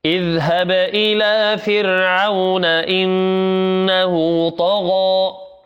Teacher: عندنا نون مشددة هذه قاعدة دائما فيها غنة · عندنا هاء الضمير أو الكناية فيها حركتين مد طبيعي